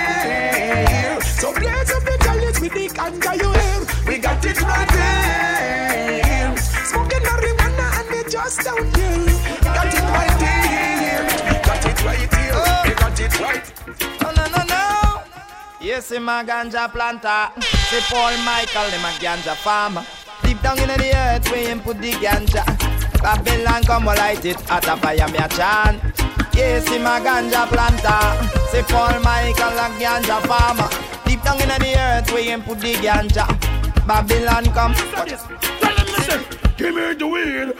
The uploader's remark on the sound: LIVE AT ISLAND SATURDAYS ON OCTOBER 8TH